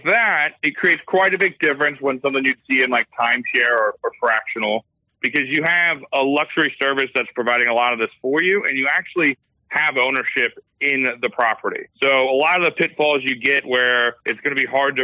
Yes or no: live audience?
no